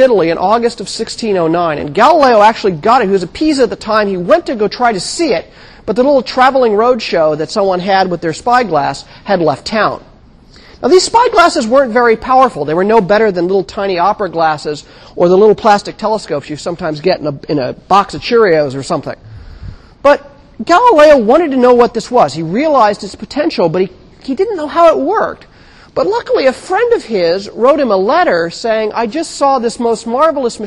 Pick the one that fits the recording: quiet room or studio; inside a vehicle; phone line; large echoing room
large echoing room